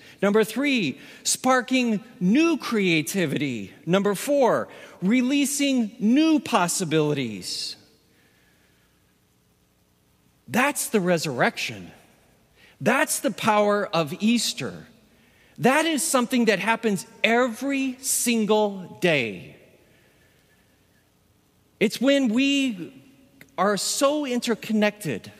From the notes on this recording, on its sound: With the COVID-19 pandemic confining most of us to our homes, an in-person worship experience was not possible. Recorded live at Beatitudes Church, Phoenix, AZ on 04/11/20.